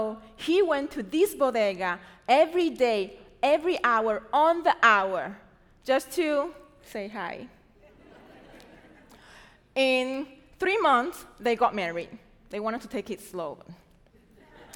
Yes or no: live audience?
yes